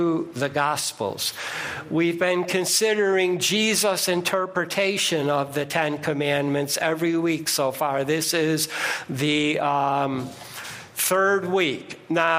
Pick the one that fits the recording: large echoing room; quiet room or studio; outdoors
large echoing room